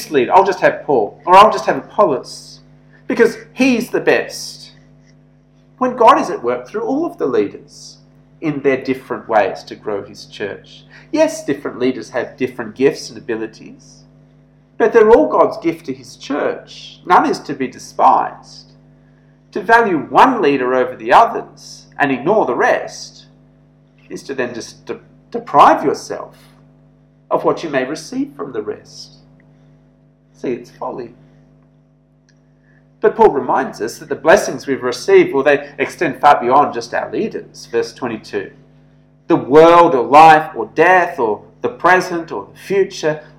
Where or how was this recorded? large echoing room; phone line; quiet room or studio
large echoing room